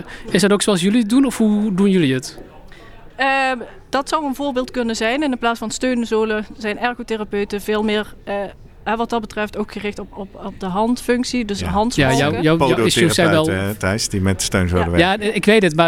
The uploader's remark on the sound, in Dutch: We waren live vanuit Leiden. Live updates vanuit het SIA-congres.